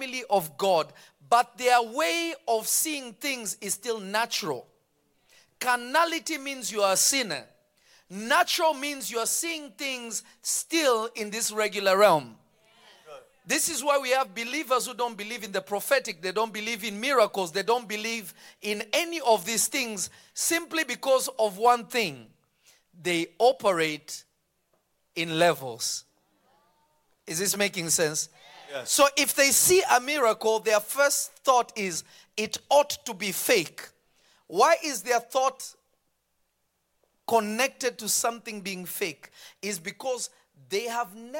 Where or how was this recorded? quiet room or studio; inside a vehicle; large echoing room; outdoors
large echoing room